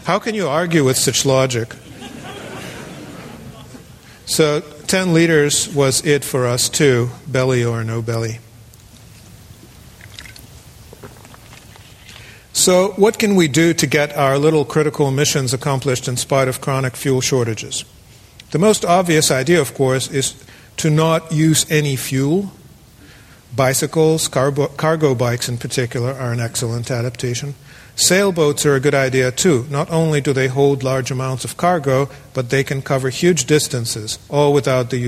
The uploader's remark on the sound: The following talk was given on February 13, 2009, at Cowell Theatre in Fort Mason Center, San Francisco, to an audience of 550 people.